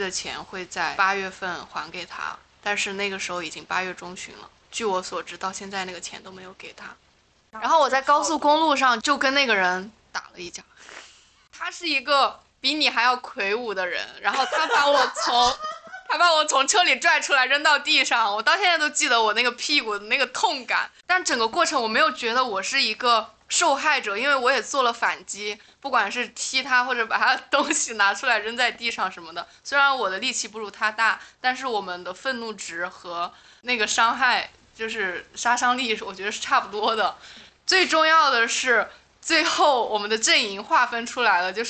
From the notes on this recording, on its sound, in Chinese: 本期录音效果欠佳，后期尽最大力了。